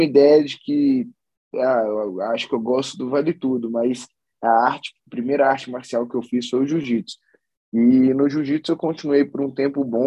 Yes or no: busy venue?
no